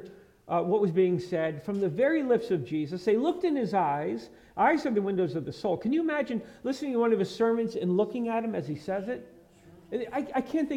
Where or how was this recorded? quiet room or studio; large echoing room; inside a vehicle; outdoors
large echoing room